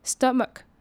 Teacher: 它的 ch 反而不是发 ch 的音，而是发 c 或是 k 的音